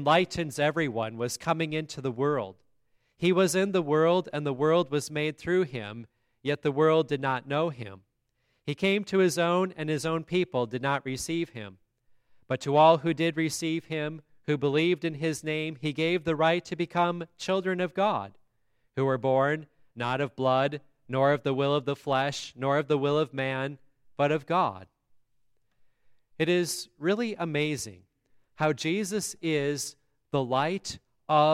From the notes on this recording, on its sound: The Christmas Day service at Grace Lutheran Church, Lexington, MO.